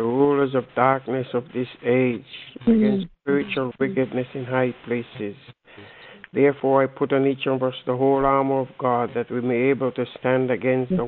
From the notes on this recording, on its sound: We opened up our Conference Call line for anyone to pray. The hour was filled with many people uplifting prayers.